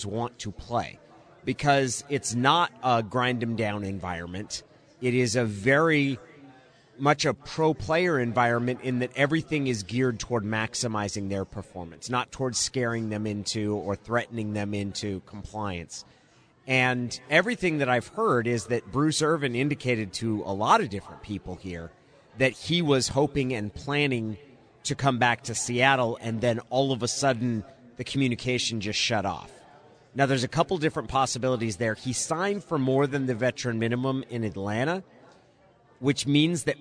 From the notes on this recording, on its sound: live at Pearl Bar and Dining